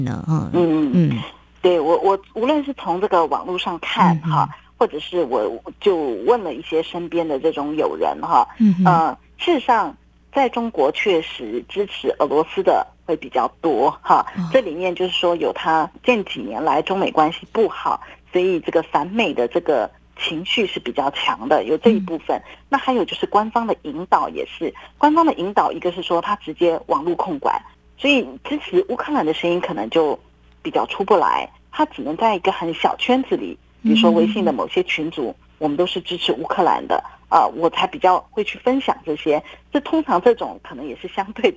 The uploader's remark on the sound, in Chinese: 連線訪問中央社駐上海記者